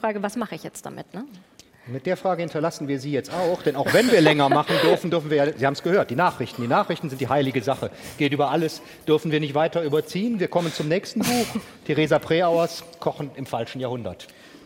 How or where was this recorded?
live audience